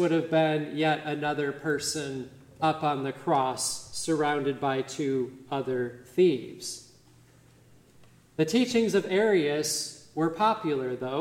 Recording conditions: large echoing room